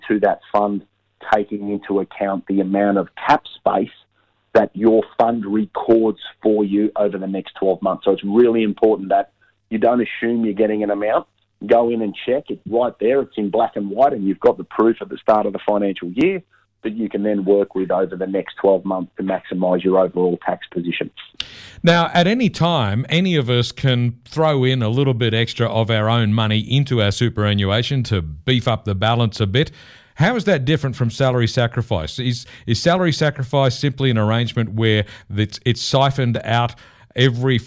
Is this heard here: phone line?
yes